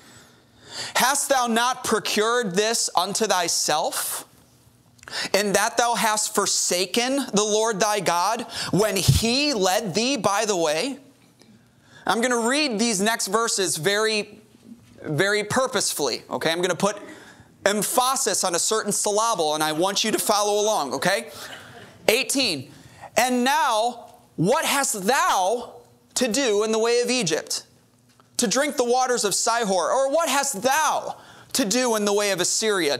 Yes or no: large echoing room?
yes